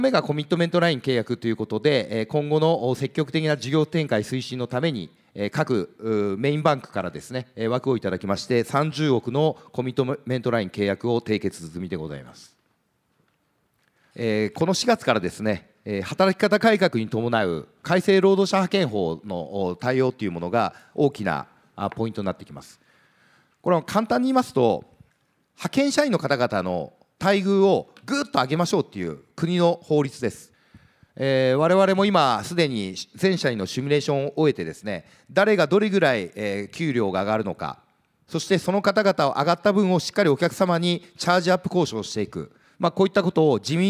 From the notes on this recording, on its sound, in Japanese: 東京・三田の建築会館ホールで行われた「ラジオNIKKEI 相場の福の神 注目企業ＩＲセミナー」。